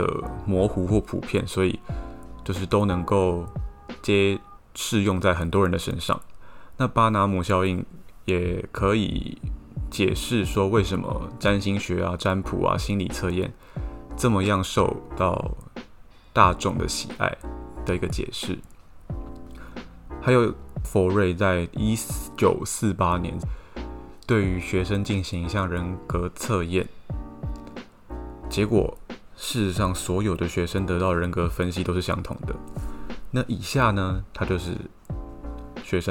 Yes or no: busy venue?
no